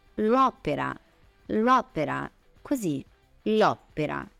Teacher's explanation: quando noi abbiamo L più vocale, non è che diciamo la opera quando si pronuncia, si pronuncia l'opera · Term: elisione